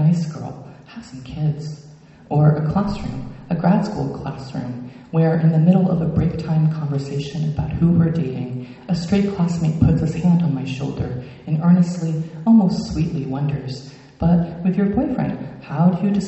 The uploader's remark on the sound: Word Literary Festival 2023: Poets Aloud. Recorded Saturday, October 21, 2023, 3pm to 5pm at the First Congregational Church of Blue Hill.